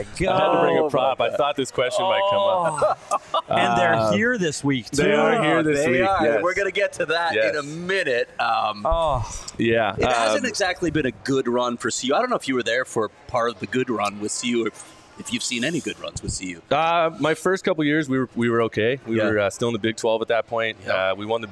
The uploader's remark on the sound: live at the Ice Den in Scottsdale